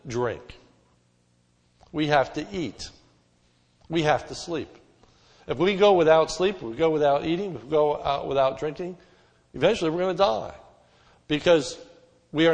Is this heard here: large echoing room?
yes